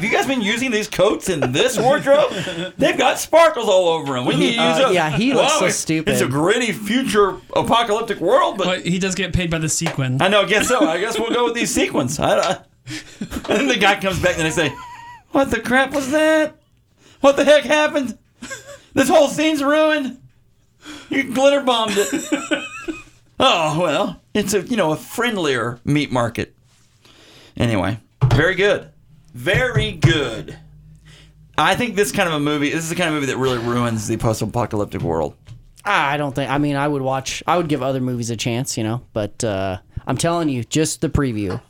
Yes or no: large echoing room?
no